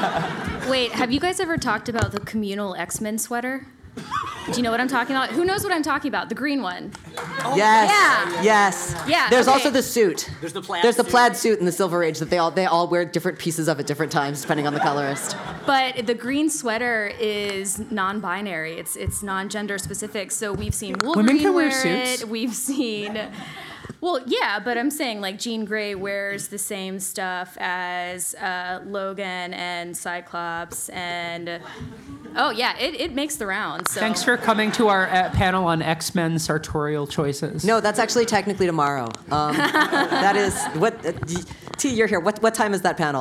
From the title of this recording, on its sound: Live from FlameCon